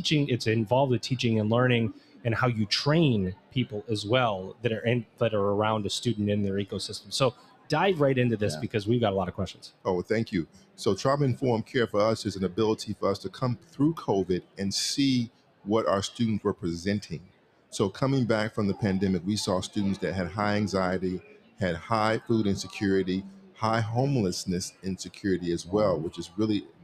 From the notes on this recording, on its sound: In this episode, recorded LIVE from the Anthology Together 2023 #AT23 Conference in Nashville, Tennessee!